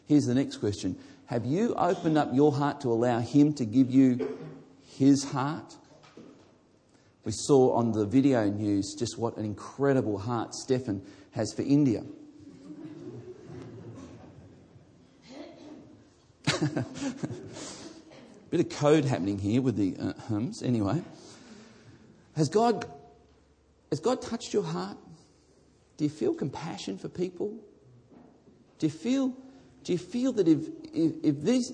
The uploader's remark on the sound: This message was originally recorded before a live audience